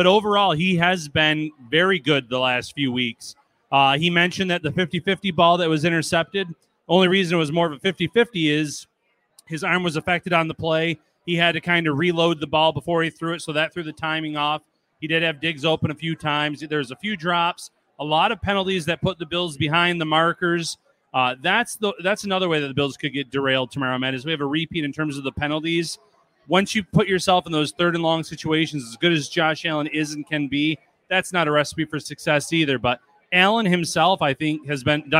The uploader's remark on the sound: live from Wingnutz North Buffalo at 700 Military Rd.